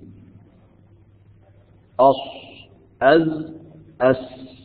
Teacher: 8 طرف اللسان مع ما بين الثنان العليا والسفلى ويخرج من الصاد والزاي والسين أص أز أس، هذه حروف الصفير ما بين من طرف اللسان مع ما بين الثنايا العليا والثنايا السفلى، وتسمى حروف أسلية لخروجها من أسرة اللسان أي من طرفه.